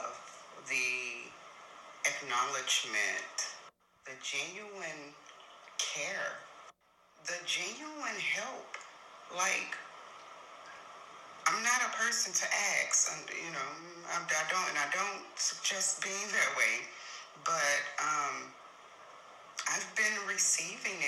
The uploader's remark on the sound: please forgive any background noise